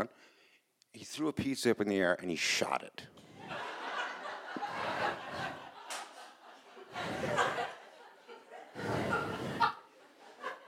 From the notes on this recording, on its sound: These stories were recorded in front of a live audience on August 14th, 2018 at Wellfleet Preservation Hall in Cape Cod, Massachusetts.